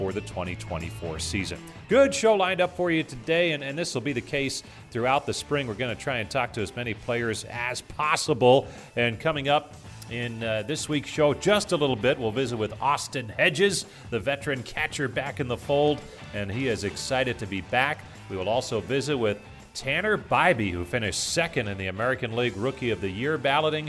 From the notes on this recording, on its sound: We're live from Goodyear on opening day for Cactus League play.